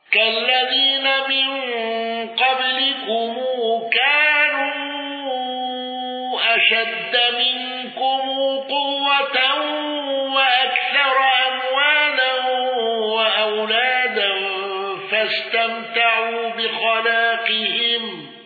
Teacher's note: قالون بصلة ميم الجمع وقصر المنفصل